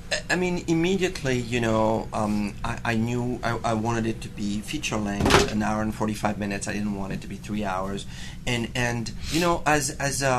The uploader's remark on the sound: We're headed back to the Sundance Film Festival.